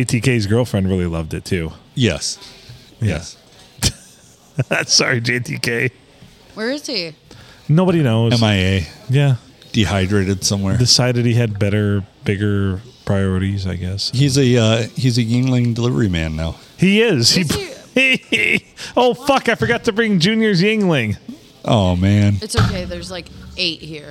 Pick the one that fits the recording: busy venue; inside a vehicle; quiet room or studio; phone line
busy venue